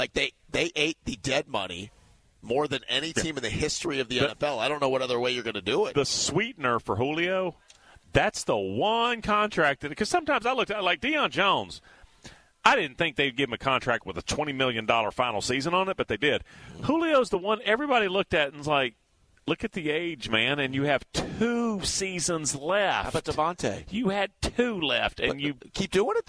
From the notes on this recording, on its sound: broadcast live from Beaver Toyota in Cumming for this year's Radiothon